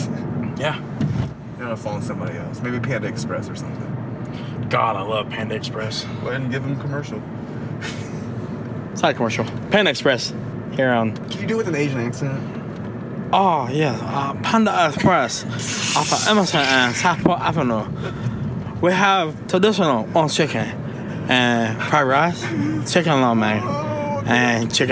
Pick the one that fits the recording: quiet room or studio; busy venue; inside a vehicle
inside a vehicle